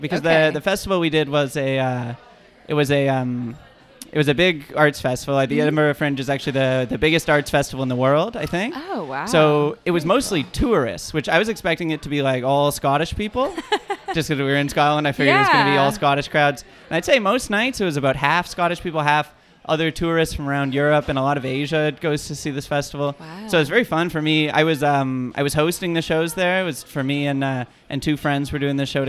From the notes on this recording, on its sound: recorded live this week at Jane Bond in Uptown Waterloo